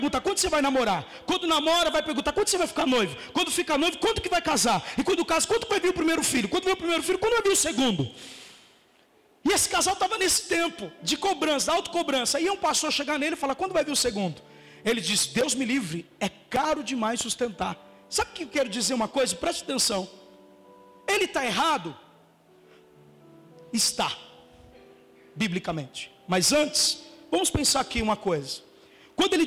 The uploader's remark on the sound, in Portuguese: Mensagem gravada no dia 04 de Março de 2018 na Comunidade Vivendo em Amor - Sede